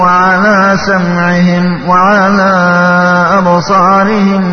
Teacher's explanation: وكذلك مثال الواو، ختم الله على قلوبهم وعلى سمعهم وعلى أبصارهم غشاوة، يعني واو ميم ساكنة بعدها واو تظهر لا تخفي · Term: إظهارا شفويا